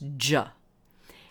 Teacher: But the T-U and the D-U changing sound, the T-U changes to ch, ch, which is an interesting sound, actually, an affricate sound that is voiceless, the ch-ch. And then the voiced affricate is j.